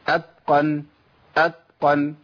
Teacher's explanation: بين الدال والتاء حرف بالاثنين، قريب من الدال قوي